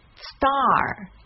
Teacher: 首先卷舌音在第一音节上，重读也在第一音节上